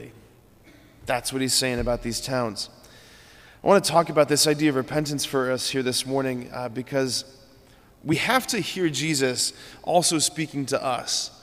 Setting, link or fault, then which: setting, large echoing room